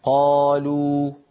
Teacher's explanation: نلاحظ بأن أقصى اللسان مرتفع ووسط اللسان غير متقعر، والصوت لا ينضغط إلى قبة الحنك الأعلى · Term: الواو